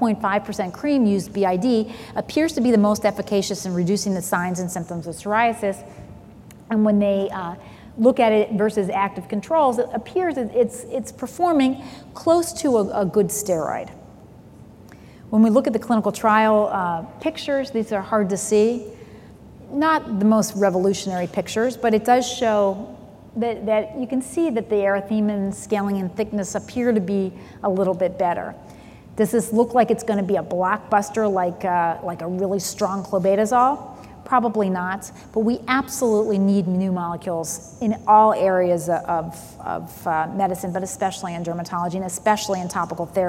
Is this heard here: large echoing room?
yes